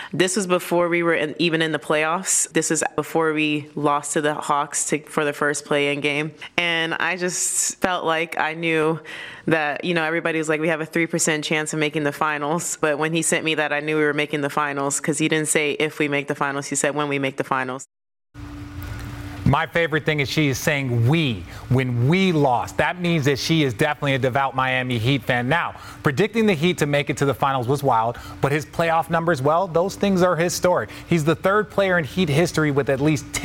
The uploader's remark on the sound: Live from Finals Media Day